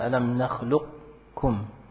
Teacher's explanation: kita membaca dengan idgham yang naqis. Ya. Yani masih ada bacaan qaf di situ.